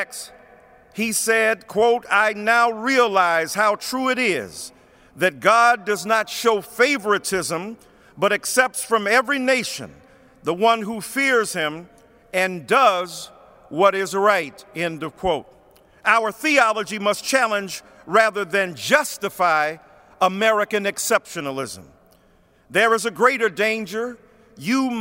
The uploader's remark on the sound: preached at Washington National Cathedral